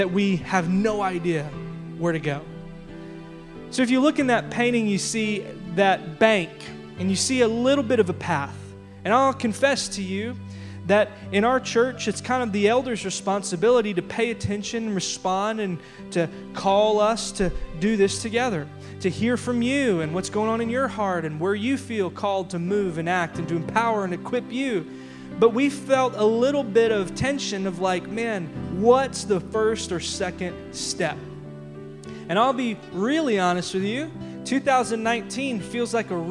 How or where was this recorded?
large echoing room